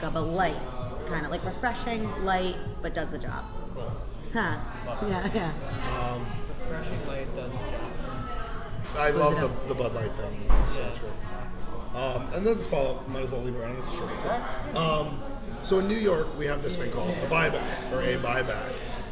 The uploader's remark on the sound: at The Thirsty Beaver in Cranston, Rhode Island